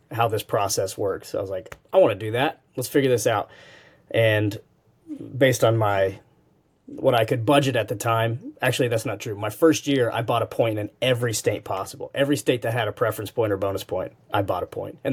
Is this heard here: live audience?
no